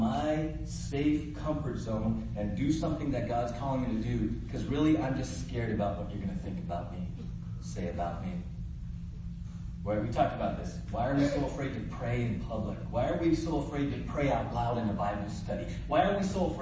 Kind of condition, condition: fault, poor sound quality